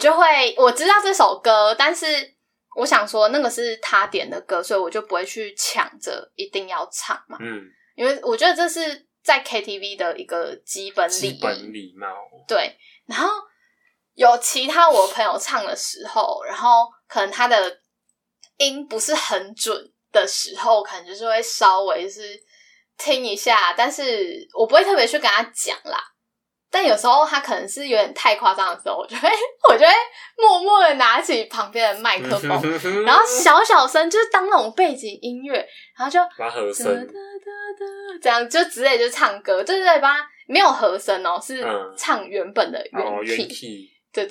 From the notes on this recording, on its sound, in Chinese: 本集麥克風收音有點nono，請大家見諒，我們正致力於優化錄音品質。